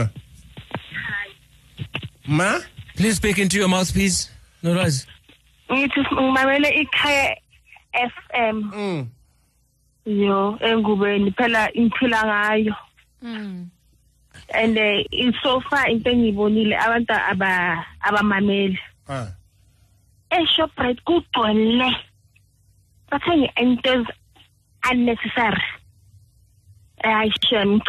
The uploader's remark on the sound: Afropolitans also called in to talk about how serious they are taking the lockdown.